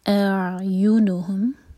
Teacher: حمزہ کی آواز الگ آنی چاہیے اور پھر اس کے بعد عین. ہم زبر جو فتح ایک حلقہ پہلے پورا کھینچ لیں، اس کے بعد عین کو ٹچ کریں گے.